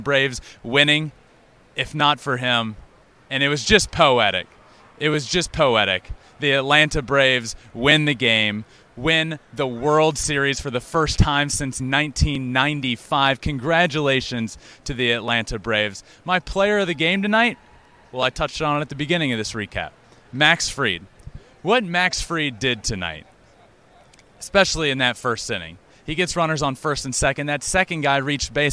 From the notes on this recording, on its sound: LIVE from Minute Maid Park after Game 6.